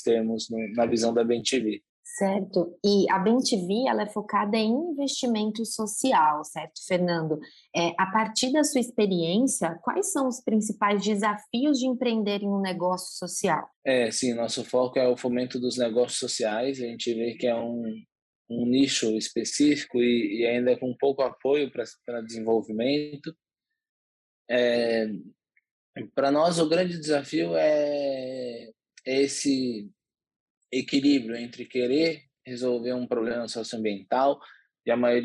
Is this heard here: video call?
yes